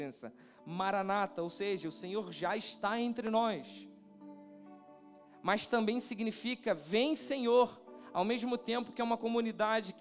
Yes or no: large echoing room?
yes